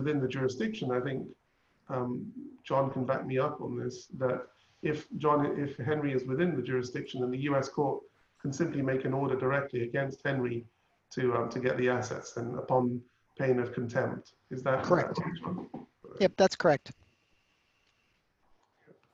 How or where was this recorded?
video call